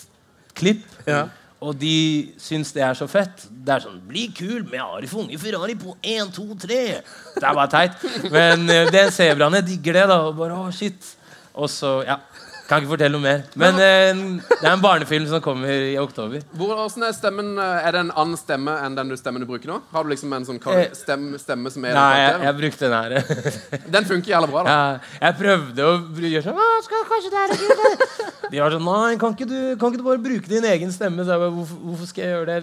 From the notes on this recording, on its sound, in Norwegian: får du æren av å være publikummer av vårt liveshow fra Slottsfjellfestivalen